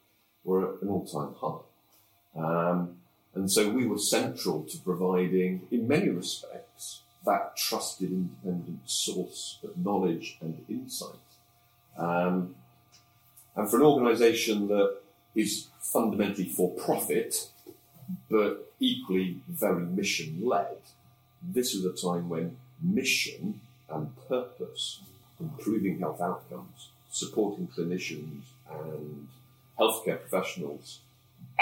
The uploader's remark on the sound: We apologise for the poor quality of this audio.